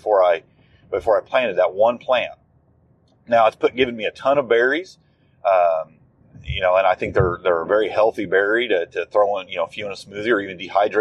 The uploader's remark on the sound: Just Chewin’ The Fat While Driving.